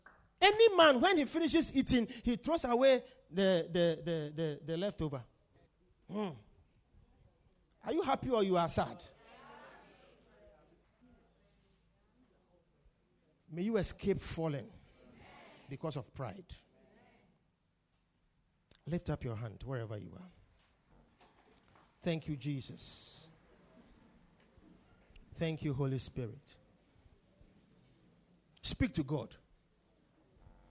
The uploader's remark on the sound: Preached at The Victory Secrets Service.